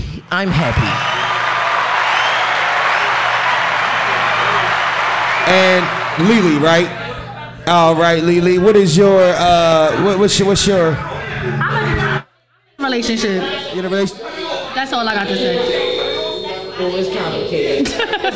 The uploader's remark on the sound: Live from Krush Lounge in Philadelphia PA!